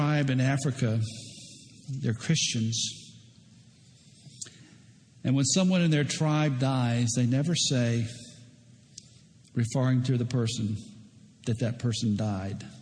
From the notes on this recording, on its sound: preached at Lake Oconee Presbyterian Church.